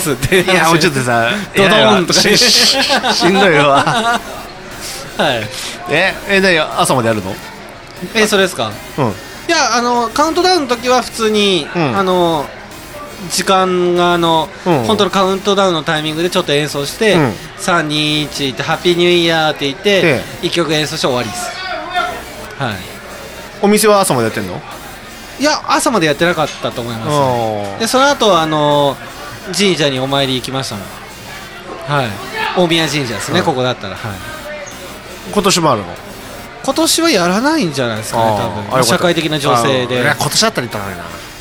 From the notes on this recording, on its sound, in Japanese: 今回は、東海市大田町にある英国パブブービーズにて収録！